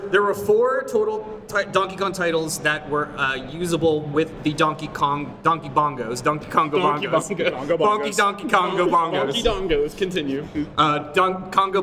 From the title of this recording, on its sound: LIVE! at the Midwest Gaming Classic